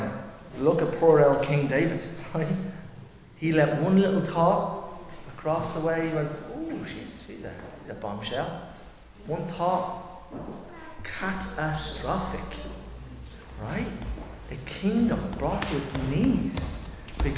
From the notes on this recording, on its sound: Recorded live in Liberty Church on 2 July 2023